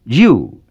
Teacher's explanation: Take the word you, J-Y-U, for instance. If you say it as a rising tone, it means Lord. But if you say it as a high falling tone, it means pig.